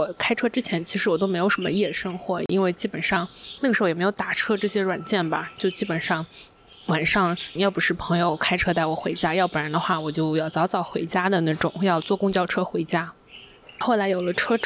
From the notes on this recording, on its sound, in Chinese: 在咖啡店里一边摸猫猫一边录音。